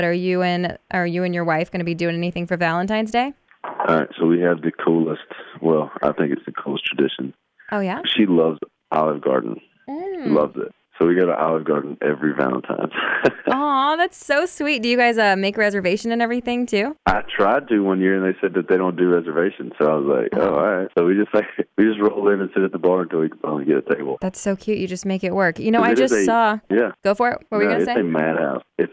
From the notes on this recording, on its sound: called in to chat